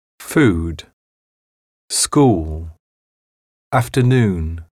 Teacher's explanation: En anglais, il existe deux voyelles ressemblant à la voyelle OU du français loup. Une voyelle longue, représentée par le symbole OU, la bouche est fermée, ce son est souvent représenté par la graphie OO.